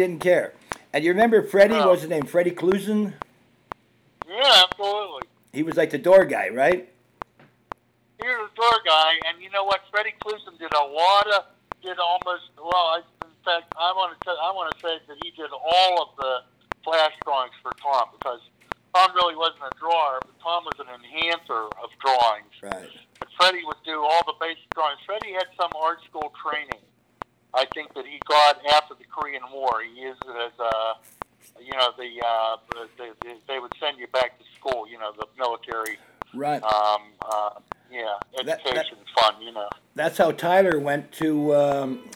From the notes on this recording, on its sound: joined over the phone